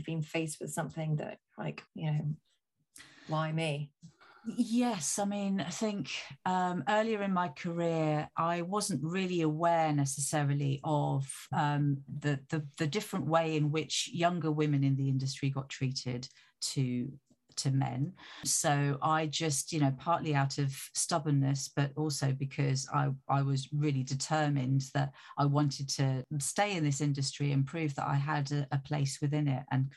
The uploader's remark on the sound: Like all of our episodes, this was recorded remotely.